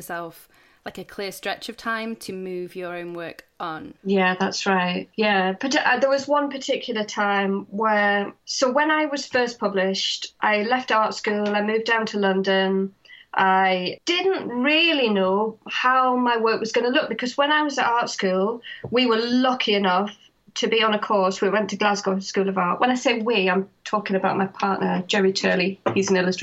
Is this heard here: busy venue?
no